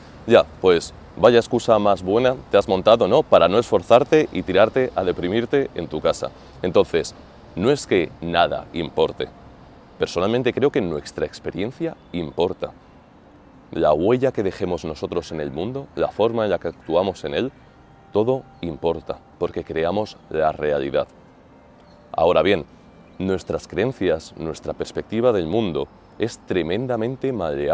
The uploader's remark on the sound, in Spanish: grabado frente al Coliseo, en pleno centro de Roma